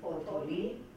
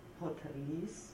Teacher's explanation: Dieses O geht total verloren · Shown in: second take